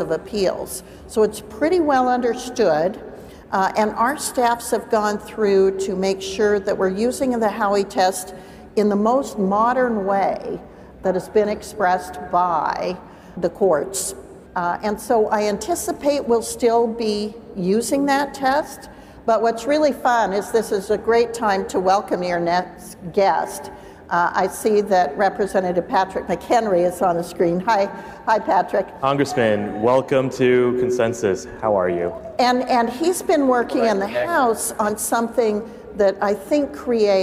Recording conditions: live audience